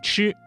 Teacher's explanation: 在发声前呢，要先堵塞气流，然后突然放开，形成爆破声 · Term: 翘舌音